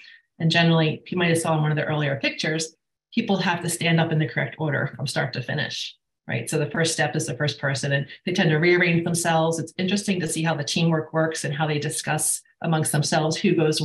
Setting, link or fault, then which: link, video call